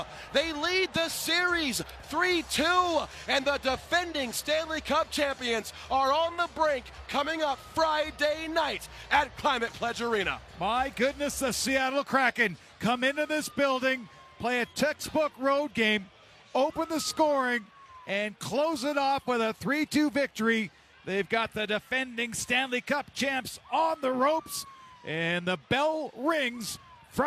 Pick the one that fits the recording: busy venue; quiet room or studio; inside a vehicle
busy venue